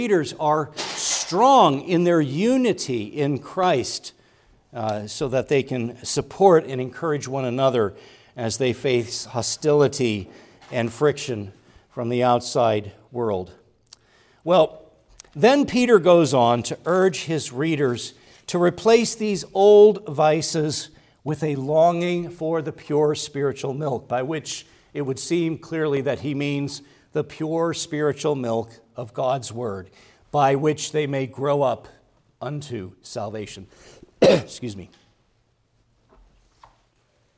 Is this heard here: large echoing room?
yes